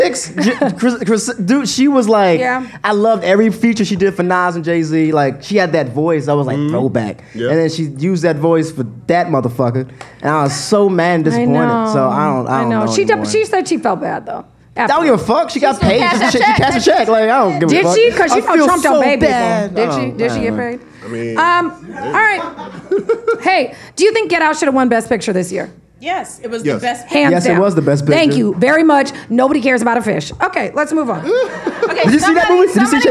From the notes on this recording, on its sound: Recorded live at #SXSW in Austin, Texas.